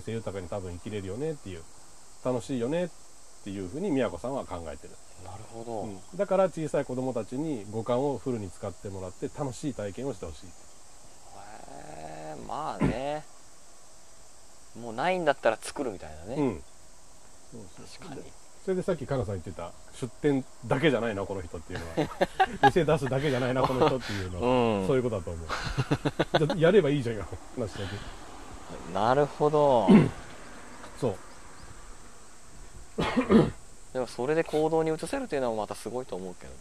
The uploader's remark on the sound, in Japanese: こどもたちが主役の、五感で楽しむイベントを田舎の古民家と自然の中で開催しました。自然に囲まれた古民家のテラスで。夏の夕暮れ。蝉の鳴き声。地元の人の営み。